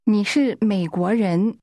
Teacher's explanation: the word you is pronounced with a falling, rising tone.